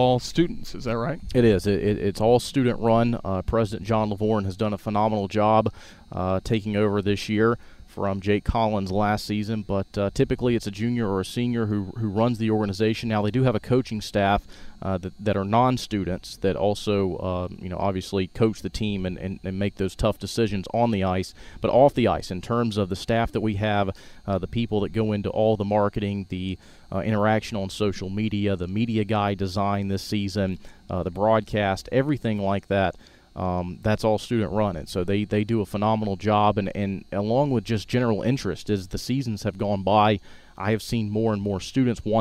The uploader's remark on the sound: recorded at Coleman Coliseum in mid-March